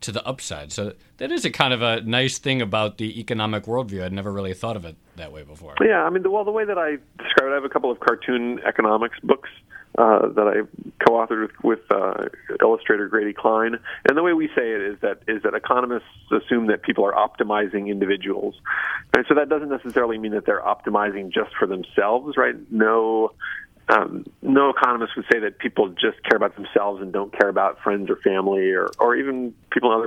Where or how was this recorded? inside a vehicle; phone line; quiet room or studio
phone line